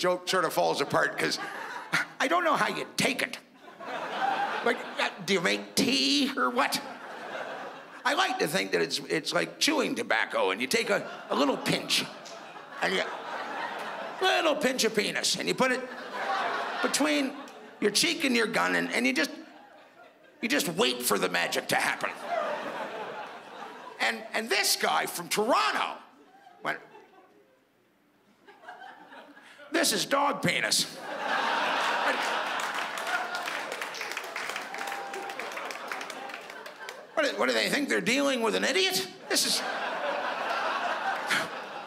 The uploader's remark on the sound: stand up from the Just For Laughs Festival in 2015